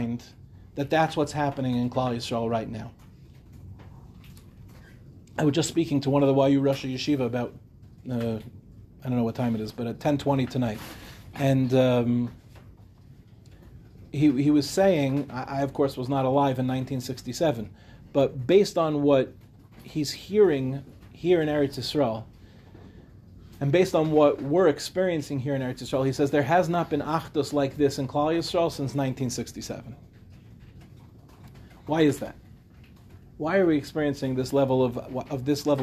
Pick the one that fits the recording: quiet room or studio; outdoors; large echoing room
large echoing room